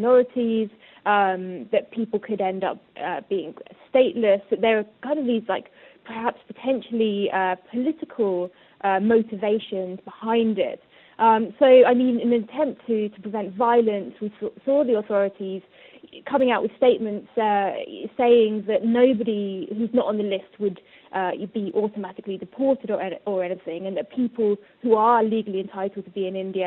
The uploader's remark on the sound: joins us via phone